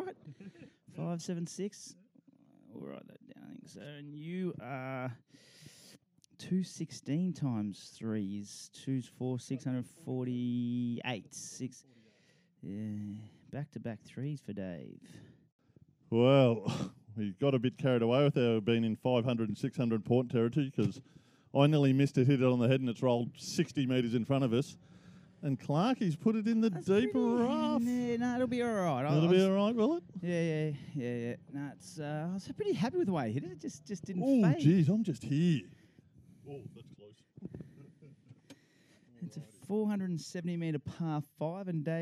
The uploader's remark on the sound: Live Edition. Give you an insight on what its like to play a round of golf with them by taking the Mics to the course!